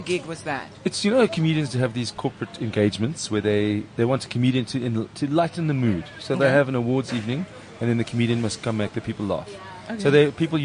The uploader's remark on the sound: Live from the Lifestyle Home Garden